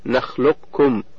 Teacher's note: الأولى الإدغام الكامل وهو الأولى والمشهور والإمام الشاطبي لم يروي غيره ومعنى كمال الإدغام أي إدخال القاف في الكاف إدخالا كاملا بحيث لا يظهر شيء من صفاتها كالاستعلاء أو القلقلة الثانية الإدغام الناقص ومعناه بقاء بعض صفات القاف كالاستعلاء وزوال بعضها